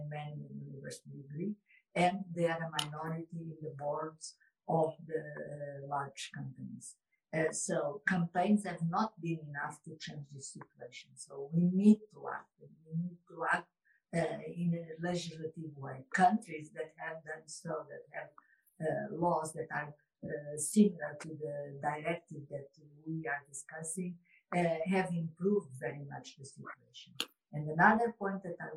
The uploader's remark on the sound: This podcast episode was originally recorded as an Instagram live event.